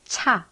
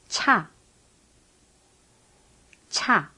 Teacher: A CH with an apostrophe is like the sound in chew, but with a strong puff of air.